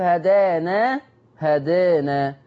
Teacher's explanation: التقليل خاص بالالف، الالف اللي قبل النون، لان هي اصلها كلمه هدى، هدى، الالف بتاعت هدى هي اللي هيبقى فيها فتح وايه وتقليل.